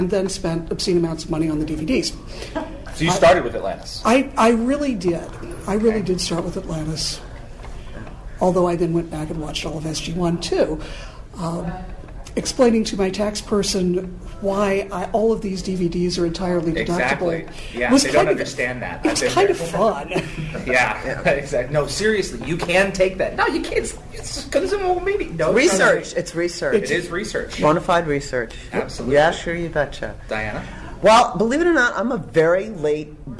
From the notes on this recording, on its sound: take the podcast to a recent panel at TimeGate con in Atlanta